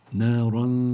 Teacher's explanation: عندي الراء مفتوحة فلا بد من التفخيم، إذا فتحت الراء لا بد من تفخيمها.